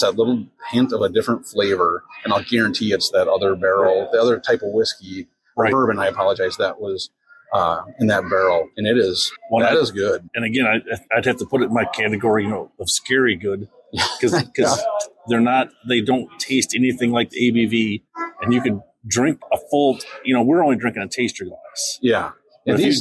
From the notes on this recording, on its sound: On Location - Destihl Brewing - Normal, IL. This week we are on location in Normal, IL at Destihl Brewing.